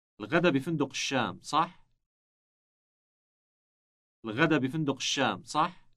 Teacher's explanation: you can use this word at the end of a question said with a rising intonation